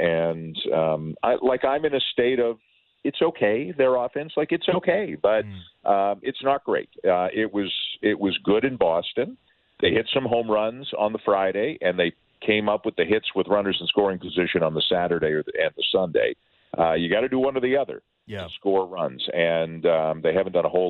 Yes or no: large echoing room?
no